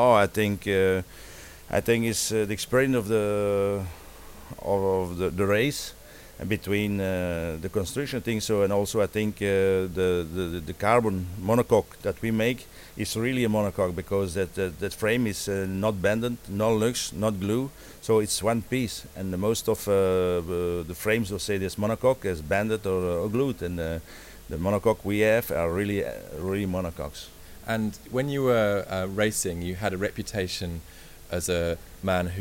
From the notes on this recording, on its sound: at Cycle 2006, the UK’s biggest cycling exhibition and trade fair.